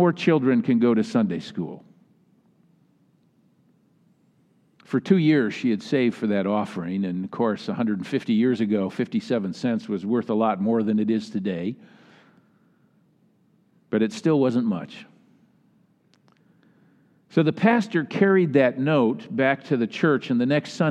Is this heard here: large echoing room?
yes